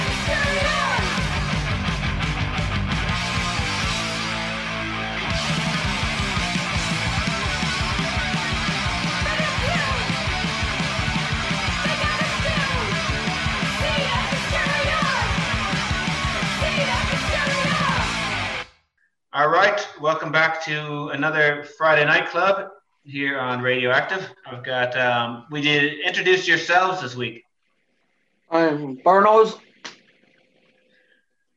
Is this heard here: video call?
yes